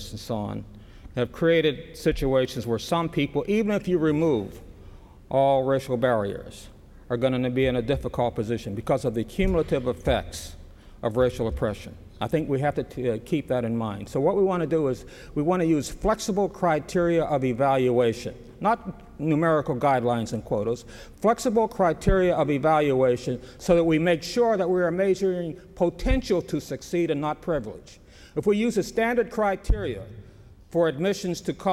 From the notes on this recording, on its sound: Was recorded at the 1997 Achievement Summit during his symposium presentation at the U.S. Naval Academy in Annapolis, Maryland.